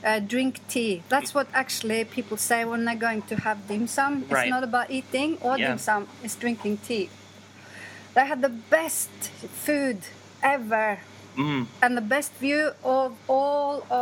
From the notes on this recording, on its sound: I normally arrange Sichuan dinners and lunches there, but this time it doubled as a recording studio for the best Cantonese news currently available on cassette! CantoNews 5 live from my roof.